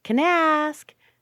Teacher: Notice how fast the can is. Very, very fast, very short, and the vowel is almost gone.